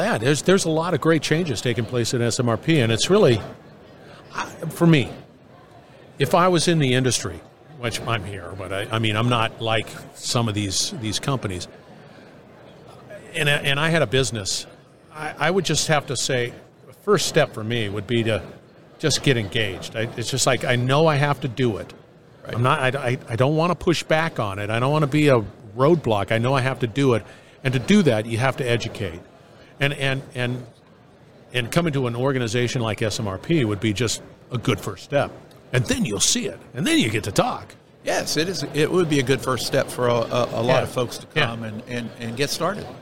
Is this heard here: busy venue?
yes